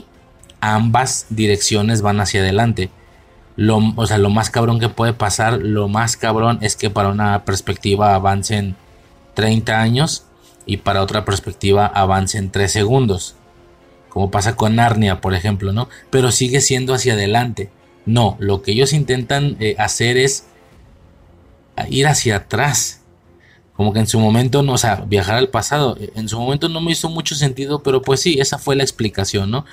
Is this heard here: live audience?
no